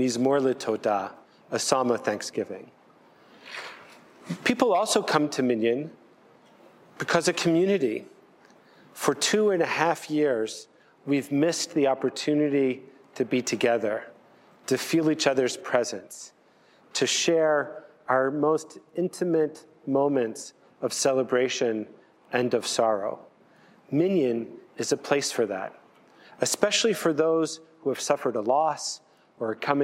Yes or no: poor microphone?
no